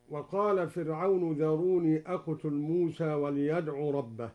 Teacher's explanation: قرأ الدوري بتقليل لفظ موسى